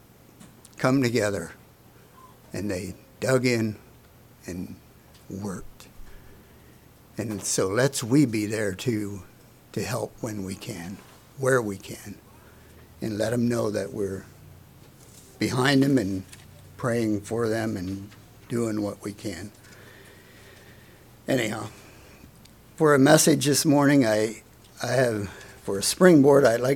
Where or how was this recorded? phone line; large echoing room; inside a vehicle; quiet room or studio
large echoing room